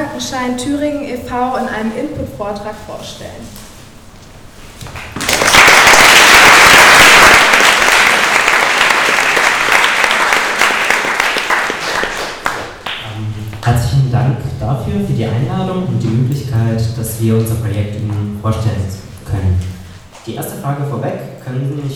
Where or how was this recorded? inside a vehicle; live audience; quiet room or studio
live audience